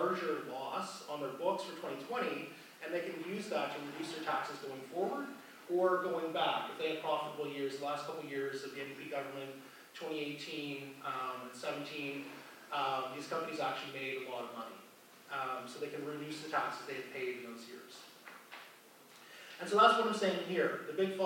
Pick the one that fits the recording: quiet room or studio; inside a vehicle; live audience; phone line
live audience